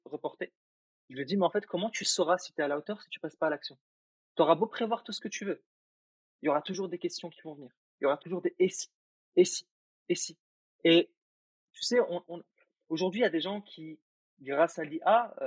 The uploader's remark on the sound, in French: On enregistre avec nos superbes nouveaux micros. La qualité audio n'est pas aux RDV certes.